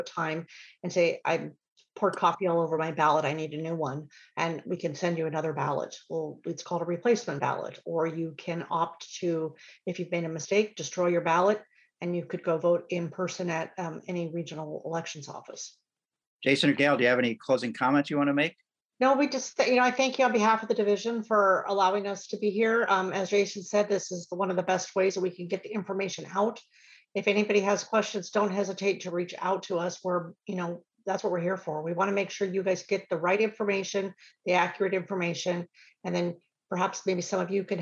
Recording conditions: video call